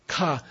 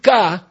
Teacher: See? Ka is aspirated. · Shown in: first take